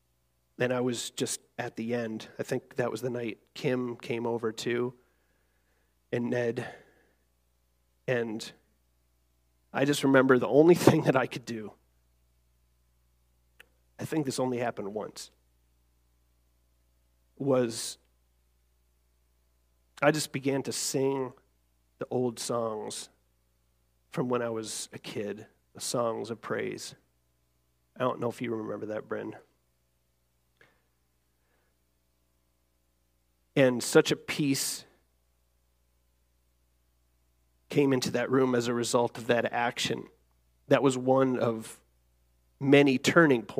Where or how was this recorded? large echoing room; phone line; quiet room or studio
large echoing room